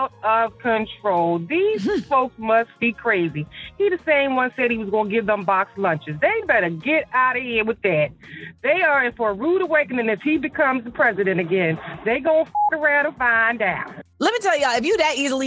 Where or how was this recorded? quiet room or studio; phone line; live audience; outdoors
phone line